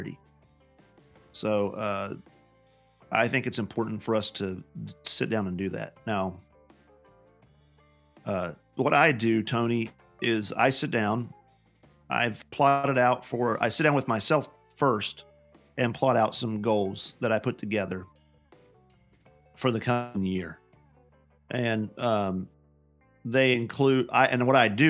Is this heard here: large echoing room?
no